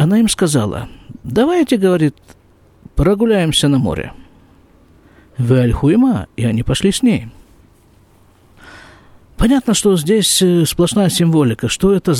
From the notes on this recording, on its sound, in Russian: Запись из сукки.